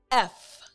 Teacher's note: my front teeth are on my bottom lip · Term: F sound